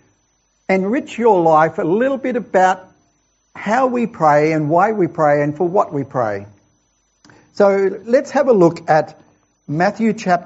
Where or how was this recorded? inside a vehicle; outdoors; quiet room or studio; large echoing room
large echoing room